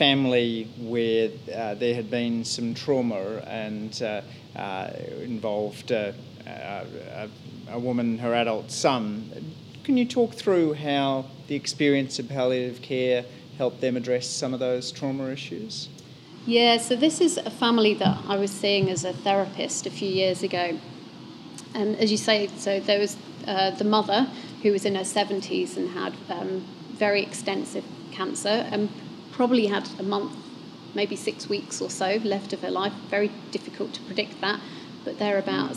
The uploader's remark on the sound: recorded live as a part of Festival Muse